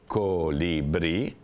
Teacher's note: Colibrì, colibrì, una parola trisillaba, in questo caso tronca perché ha l'accento tonico sull'ultima